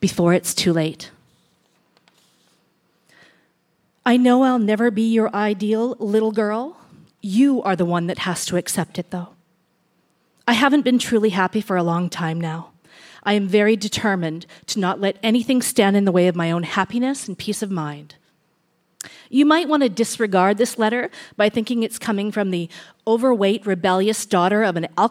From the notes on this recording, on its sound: Recorded live at the Park Theatre in Winnipeg, MB.